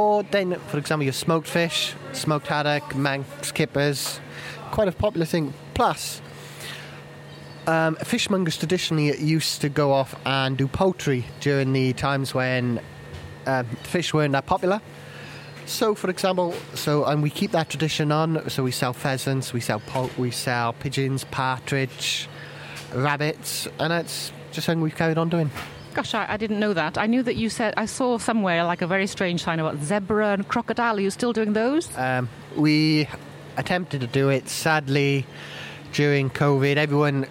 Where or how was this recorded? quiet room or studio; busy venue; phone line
busy venue